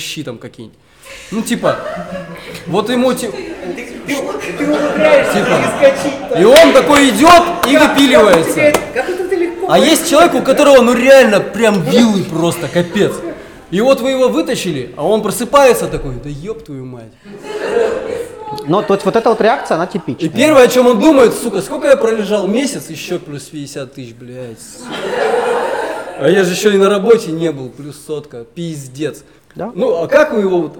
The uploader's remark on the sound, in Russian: Свершилось — записали первый публичный подкаст